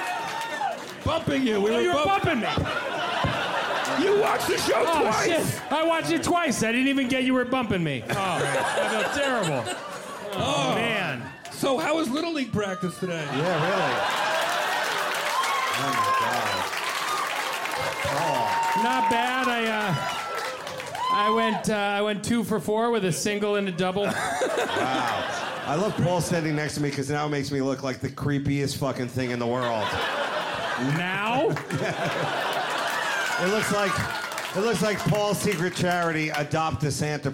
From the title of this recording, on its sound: in the crowd of Bumping Mics